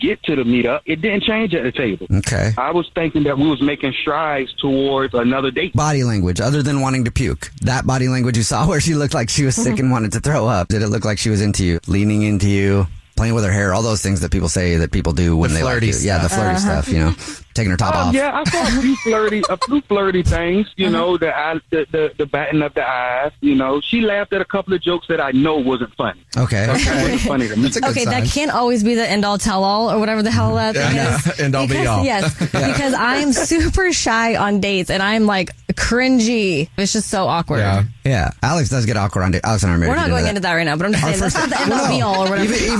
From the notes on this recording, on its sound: We get that other person on the phone to see why they're "ghosting". There is a guy on the phone.